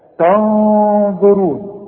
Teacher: وانتم تنظرون، التاء برضو بعدها نون، نون بدون تشكيل هنغن، لان بعدها الظه، والظه من حروف الاخفاء